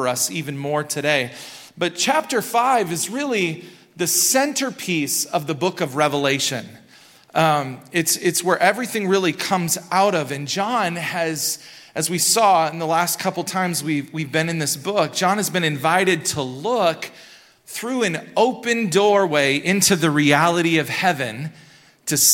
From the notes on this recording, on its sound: Recorded at Hope Church in Springfield, MO.